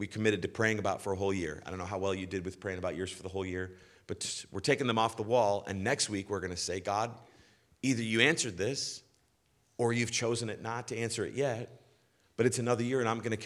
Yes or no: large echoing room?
yes